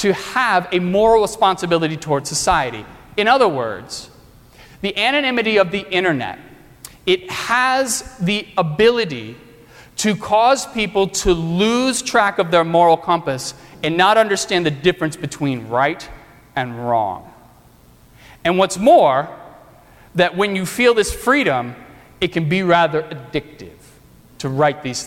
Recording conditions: large echoing room